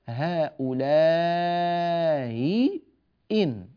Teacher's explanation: وأما بالنسبة للتسهيل بين فهذا مثل قوله تعالى هؤلاء إن، الهمزتان المكسورتان المتتاليتان لم يحققهما قالون، وإنما سهل الهمزة الأولى فقال هؤلاء إن، إن هذه محققة، أما هؤلاء هذه مسهلة.